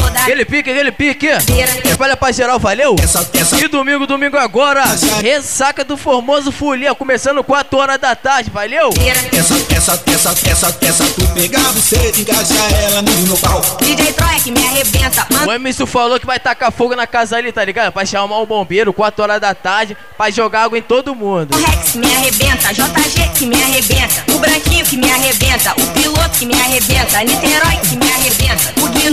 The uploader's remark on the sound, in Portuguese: AO VIVO FORMOSO FOLIA